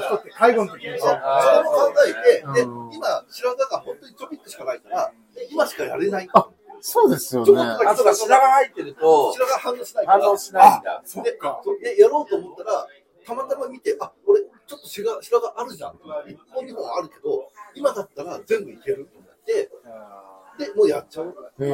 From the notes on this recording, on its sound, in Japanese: 先日のとらんぽりんでの飲み会中、コラボ録っちゃう？みたいなノリから収録してみました 周りの音も拾いまくってるのでお聞き苦しいかと思いますが